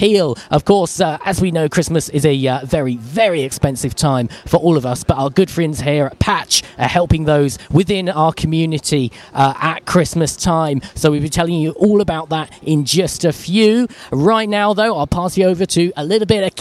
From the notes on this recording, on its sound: live at PATCH Toy Appeal, Tesco, Hwest 1-2pm Fri 29th Nov